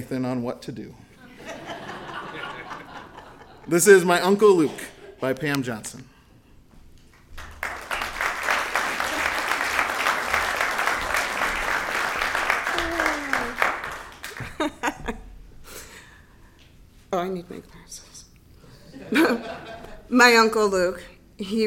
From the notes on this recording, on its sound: Performed her story live at our January 2020 Pass the Plate Story Show.